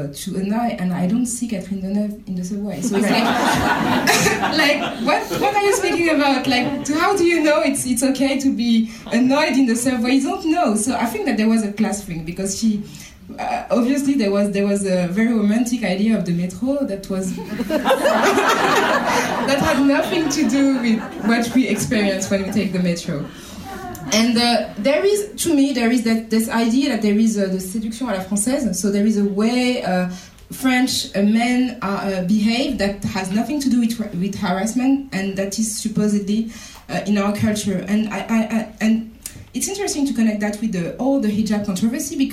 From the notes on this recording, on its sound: This episode is a recording from the June 12th panel discussion at The American Library in Paris.